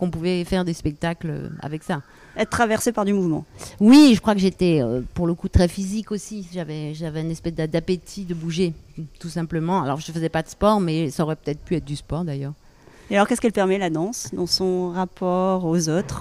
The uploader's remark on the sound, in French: Cet épisode a été enregistré pendant la 77e édition du festival d’Avignon au Cloître des Carmes, avec l'écho du chant des cigales.